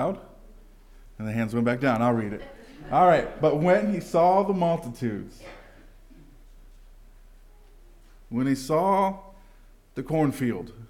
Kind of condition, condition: setting, large echoing room